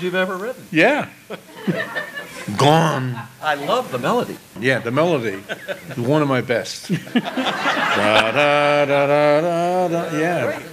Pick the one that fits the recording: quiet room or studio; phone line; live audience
live audience